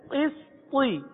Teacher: کیونکہ آخر میں تو ہے تو ساکن پہ کلکلہ ادا ہوتا ہے